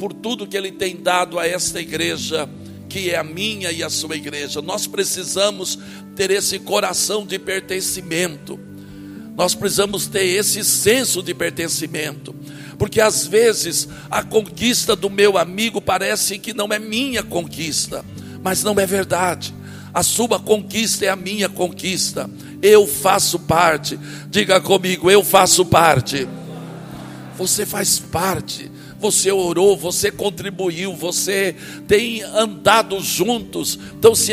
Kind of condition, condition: setting, large echoing room